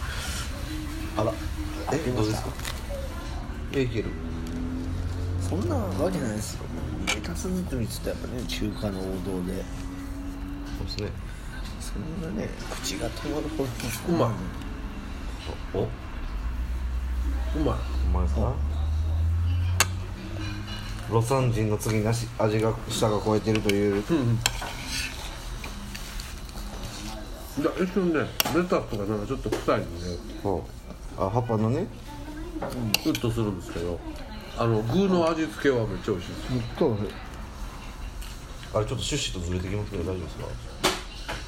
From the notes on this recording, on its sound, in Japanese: RECORD(お店)より